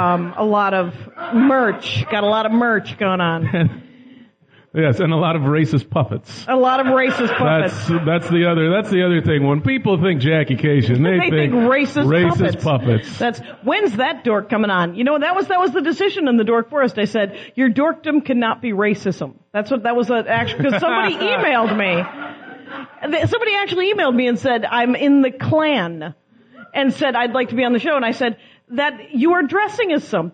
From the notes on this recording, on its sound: We’re live in NYC.